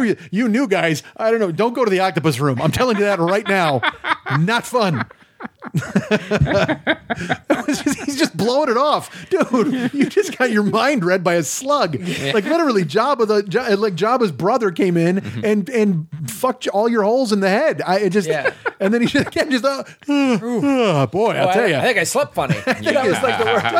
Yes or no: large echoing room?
no